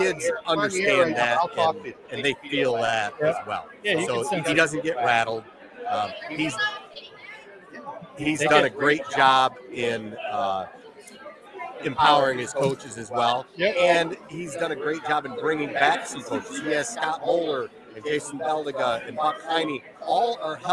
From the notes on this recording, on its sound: LIVE At Buffalo Wild Wings For Corunna State Championship Tailgate. Before the game we got the community together at Buffalo Wild Wings for a tailgate, and we did a LIVE podcast.